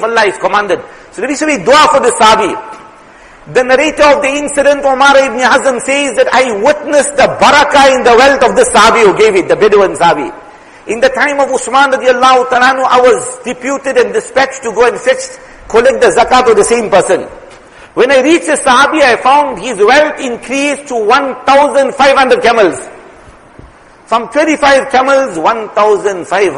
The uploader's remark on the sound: Jumuah lecture